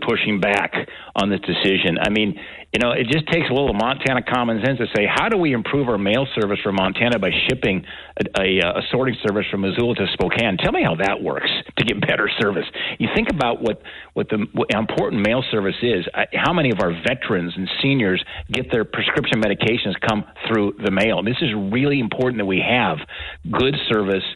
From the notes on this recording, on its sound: Then we had an hour of open phones.